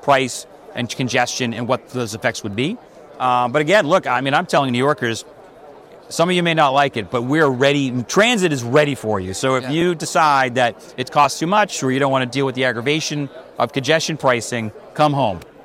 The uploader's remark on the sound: Live from the APTATRANSform show in the Vontas booth.